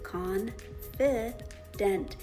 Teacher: In the middle, if you have an open I, it's going to make the schwa sound because it's unaccented syllables. It's the shortest syllable, shortest sound.